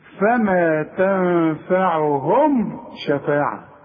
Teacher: ما غنتهاش اظهرتها وضميت شفايفي خلاف الاخفاء. شوف فوقهم صافات، شوف فوقهم، شوف قفلت الشفايف ازاي، واخد بالك؟